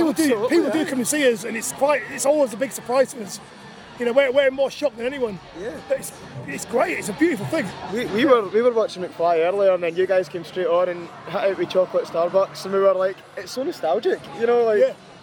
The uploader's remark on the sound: Episode 74 at SlamDunk Festival